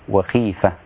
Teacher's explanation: قرأ شعبة بكسر الخاء